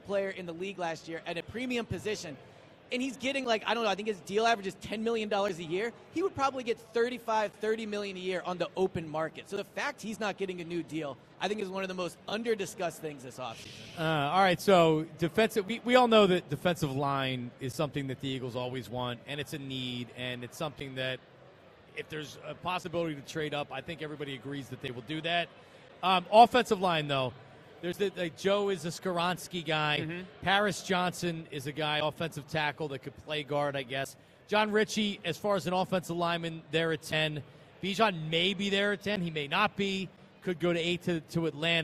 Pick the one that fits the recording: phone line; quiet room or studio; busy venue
busy venue